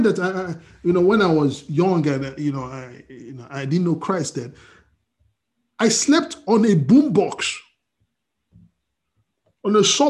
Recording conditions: video call